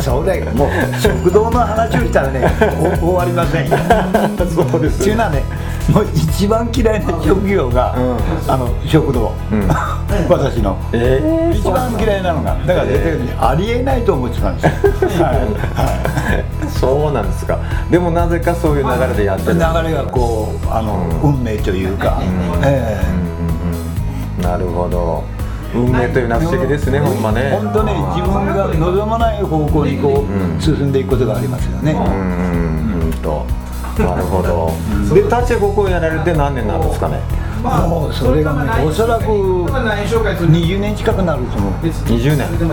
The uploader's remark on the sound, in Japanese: 柳井のタッチ食堂で対談収録。柳井市宇宙1丁目1番とのパワースポット、タッチ食堂で。